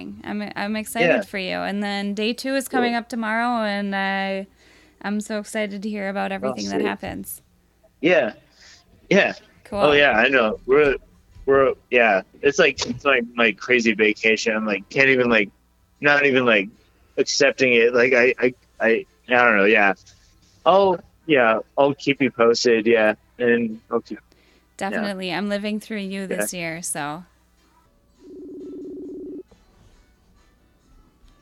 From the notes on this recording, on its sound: I called up some people from my phone and whoever was online around midnight. Some people were partying.